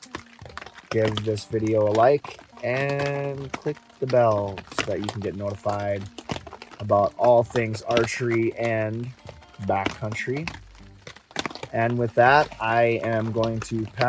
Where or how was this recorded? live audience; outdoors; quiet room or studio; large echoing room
outdoors